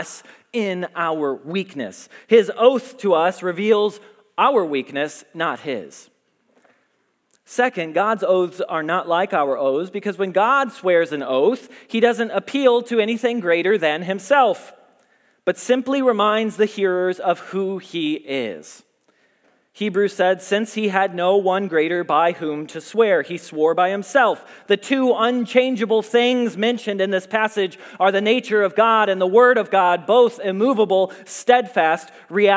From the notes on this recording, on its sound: Message Preached at Valley Creek Church